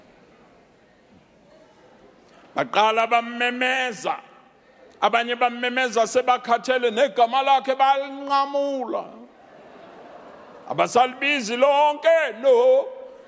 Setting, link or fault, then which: setting, large echoing room